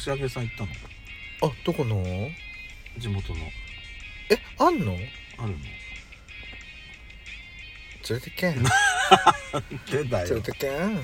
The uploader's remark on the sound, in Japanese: パーキング収録